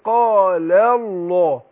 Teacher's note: فعندنا قال الله، اللام مرققة هي بتاعت قال. وهدخل على تفخيم لام لفظ الجلاله